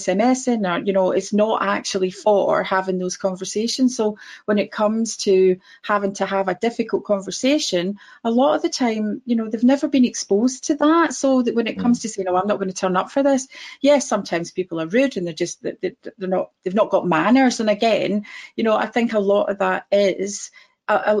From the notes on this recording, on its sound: This episode is the audio from our webinar this week.